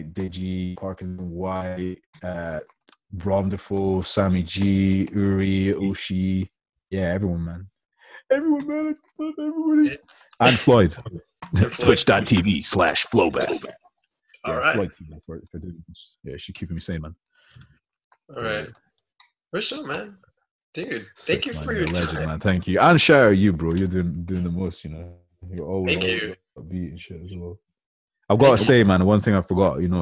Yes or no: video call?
yes